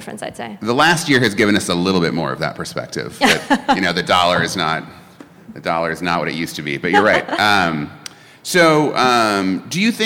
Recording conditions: busy venue